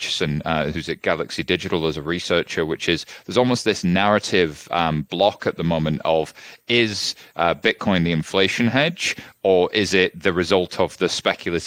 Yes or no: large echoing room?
no